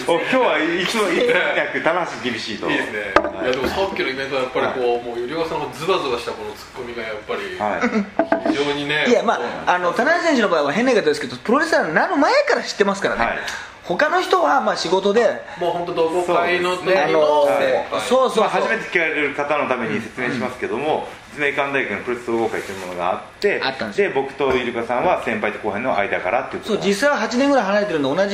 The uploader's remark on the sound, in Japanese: 終了後に下北沢のカラオケボックスで緊急収録を敢行!!今回の音声には、バックに若干ノイズ音が入っており、聞きずらい点がございます。